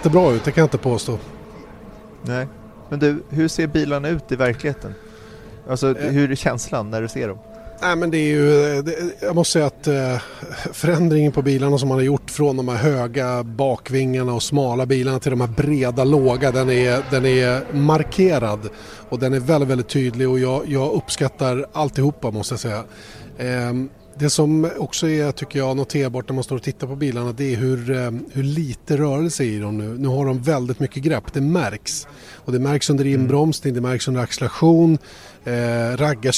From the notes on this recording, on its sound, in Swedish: Veckans F1-podd är inspelad mitt under brinnande F1-tester nere i Barcelona